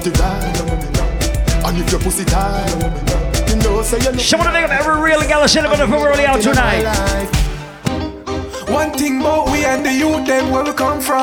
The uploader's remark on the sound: Live Audio recording of my set at Island Saturdays on Jan 7th 2023.